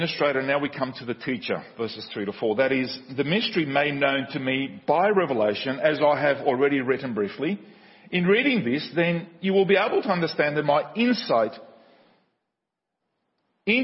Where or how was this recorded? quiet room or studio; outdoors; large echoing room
large echoing room